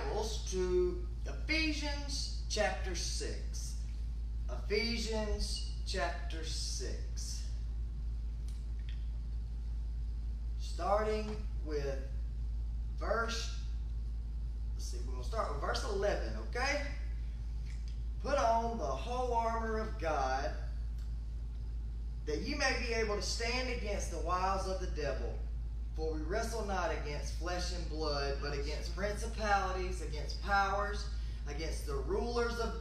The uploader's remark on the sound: This episode was recorded live from the pulpit of Berea Christian Church.